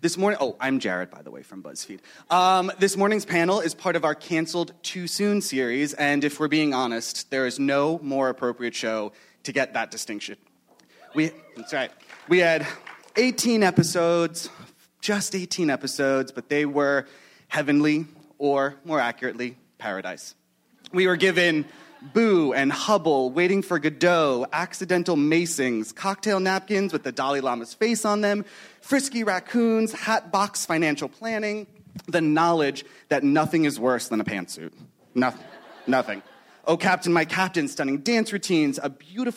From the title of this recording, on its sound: panels from ATX Television Festival